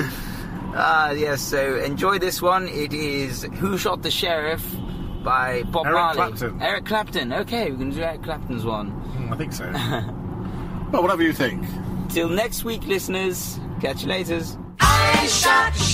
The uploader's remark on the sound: The podcast was recorded in the car as they travelled. Pologise for any background noise.